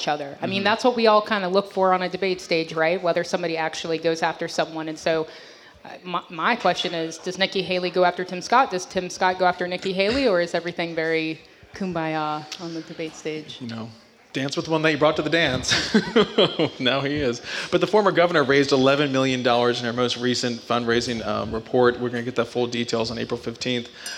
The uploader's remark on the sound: Live From Clemson. Recorded live at Kite Hill Brewing Co. In Clemson, SC.